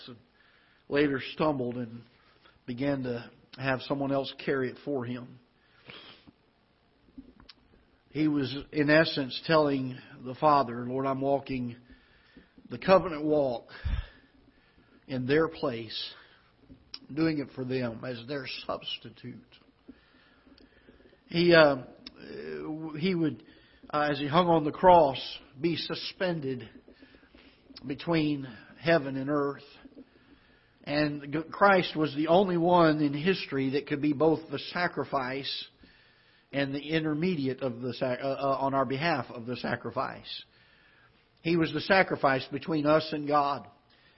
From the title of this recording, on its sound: Ketha Heights Baptist Church ~ Live Broadcast